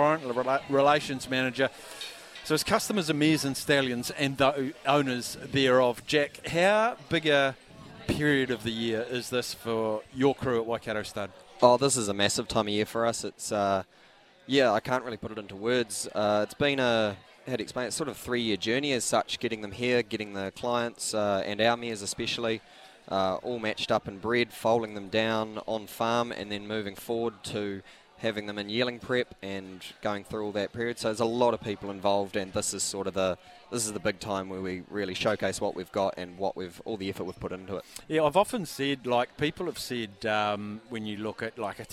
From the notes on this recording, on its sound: LIVE from the Karaka Yearling Sales